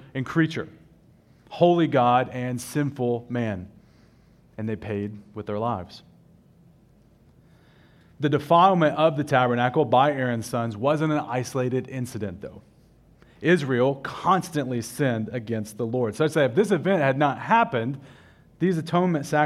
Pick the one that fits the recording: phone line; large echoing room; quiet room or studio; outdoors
large echoing room